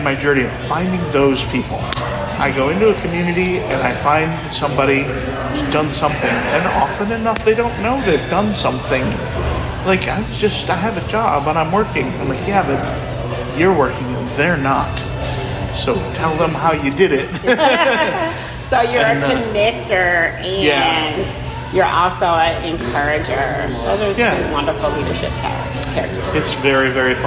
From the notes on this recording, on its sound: WordCamp Birmingham Hallway Chats.